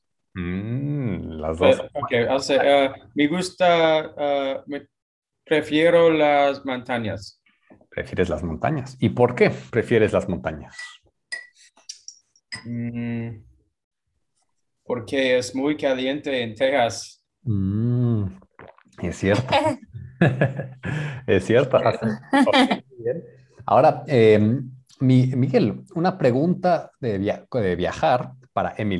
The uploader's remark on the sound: Spanish Class on Zoom.